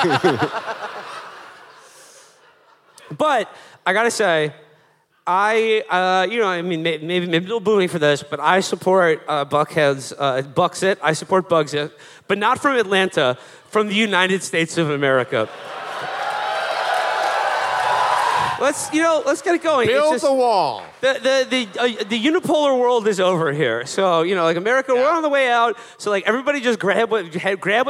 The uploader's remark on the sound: Live From the South. A mashup of our recent live shows in Atlanta and Nashville.